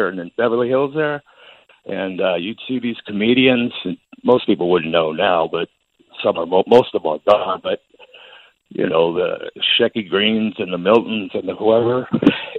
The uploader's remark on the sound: phones